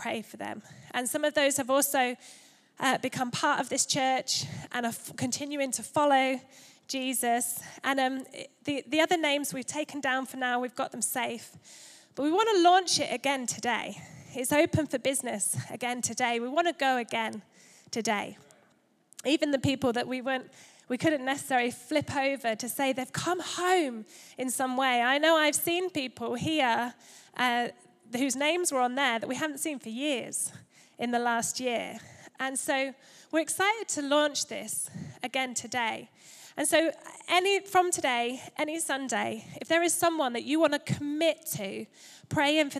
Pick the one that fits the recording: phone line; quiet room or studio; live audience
live audience